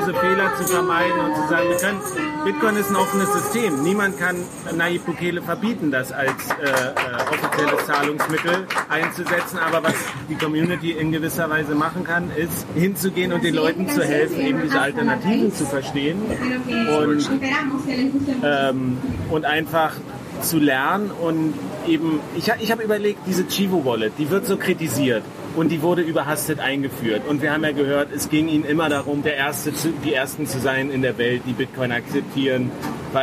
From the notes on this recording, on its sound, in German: In San Salvador stattfindenden Adopting Bitcoin-Konferenz. Haben wir die gute alte Tradition der Vor-Ort-Aufnahme auch am anderen Ende der Welt beibehalten. Da an dem Tag der Aufnahme viele Bitcoiner aus der ganzen Welt der Bitcoin Beach besuchten, wurde es während der Aufnahme immer lauter und fröhlicher. Mehr authentische Atmo im Hintergrund geht nicht!